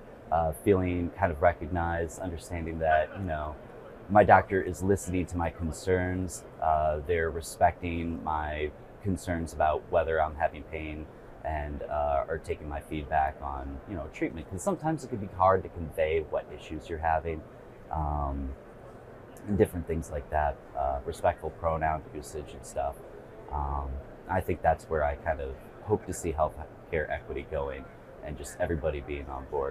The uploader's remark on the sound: at the HIMSS conference